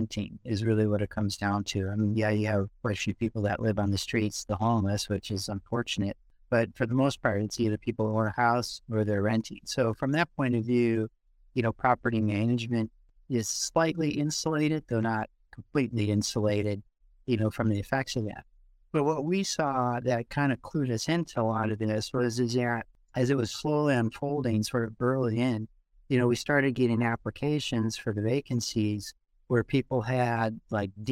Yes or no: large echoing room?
no